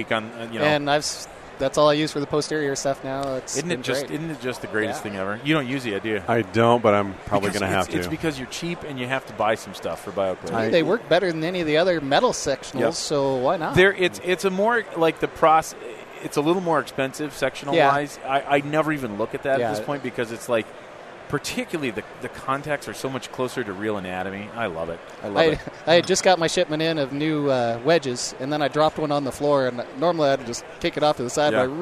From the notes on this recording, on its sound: Live from Dentsply Sirona World 2017!